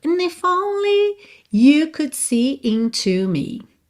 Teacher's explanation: É quase um if only. Porque ela dá esse and tão pequenininho, assim, tão suave, que o N, né, esse som mais nasal, é o que aparece de fato